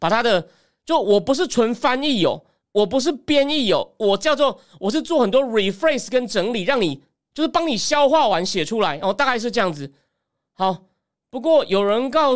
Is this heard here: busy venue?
no